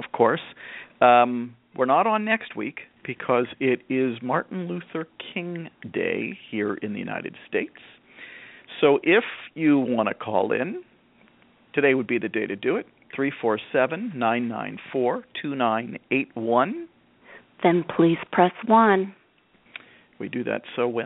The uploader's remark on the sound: a mom who called into the program